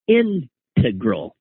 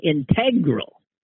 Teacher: I've always pronounced integral with the emphasis on the first syllable · Shown in: first take · integral. But I keep hearing people on podcasts emphasizing the second syllable, and it's driving me crazy.